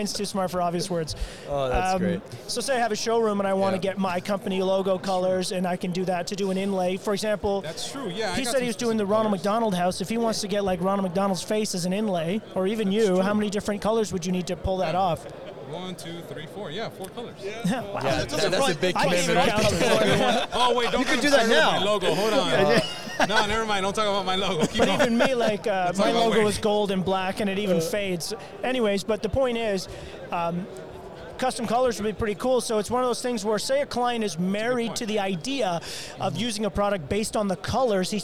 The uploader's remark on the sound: Shot a LIVE episode from the Owens Corning booth.